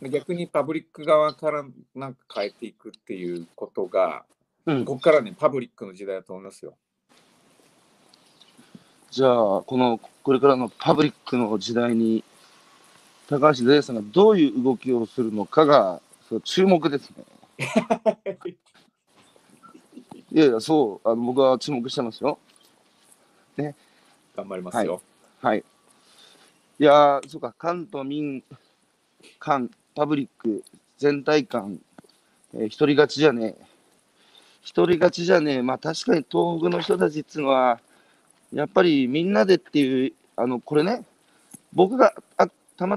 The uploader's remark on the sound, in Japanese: 歩きながら1時間、対談する